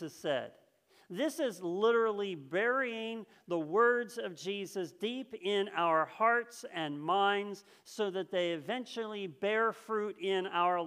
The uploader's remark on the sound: This message was first preached on October 3rd 2021 at Linglestown Life Church in Harrisburg PA.